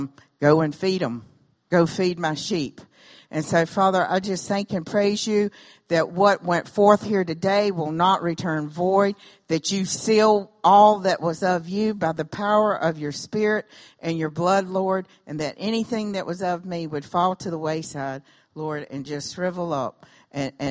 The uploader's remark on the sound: recorded during Sunday morning worship on June 25, 2017 at Celebration Life Family Church.